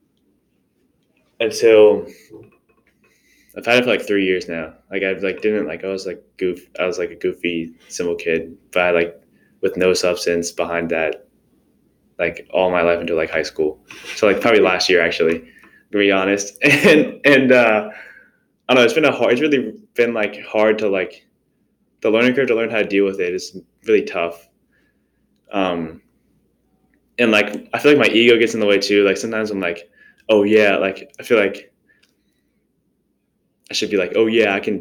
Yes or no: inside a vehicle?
no